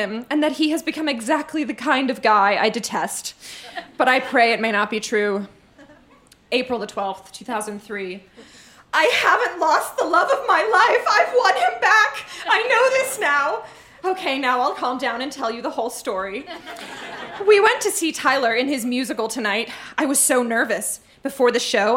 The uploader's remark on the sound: Recorded live in Vancouver, BC.